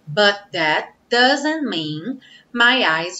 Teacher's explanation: Temos uma palavra but terminando com T, that começando com T, soa um T só.